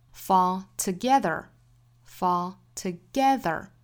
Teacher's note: So better things can fall together fall togetherFall 这个词相对前面半句是一个重复性的信息，所以我们不需要重读在 fall 上面了，但是后面的 together 要做重读， fall together falltogether。好，我们再来用非常慢的速度用美音读一下。